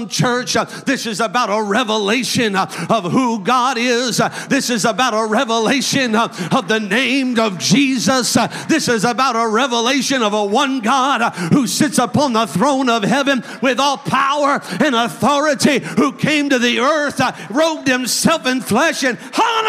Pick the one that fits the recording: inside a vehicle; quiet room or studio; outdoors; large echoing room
large echoing room